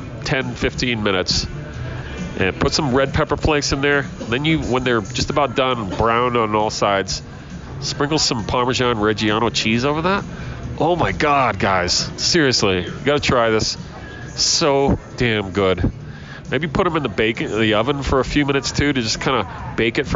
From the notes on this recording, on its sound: comes to your ears from Bender’s Bar and Grill